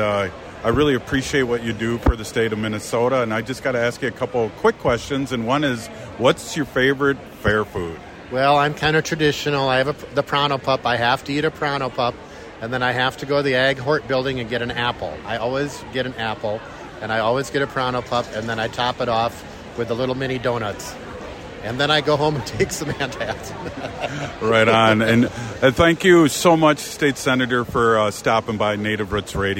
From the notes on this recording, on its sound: gives interviews live from the Minnesota State Fair